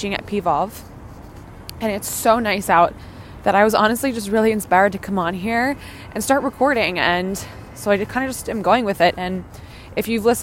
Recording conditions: outdoors